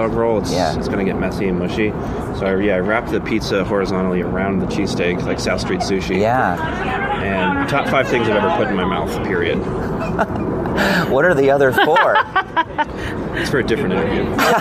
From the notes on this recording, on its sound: at the Georgetown Trailer Park Mall